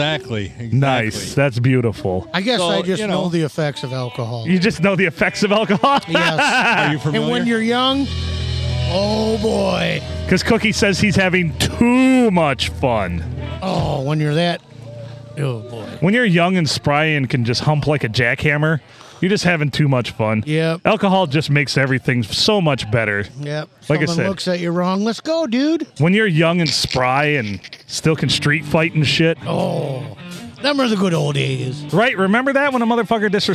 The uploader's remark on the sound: Recorded at Tuscolapalooza 2023!